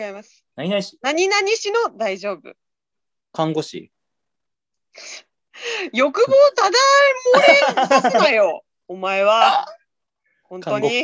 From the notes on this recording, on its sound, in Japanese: zoomでラジオ！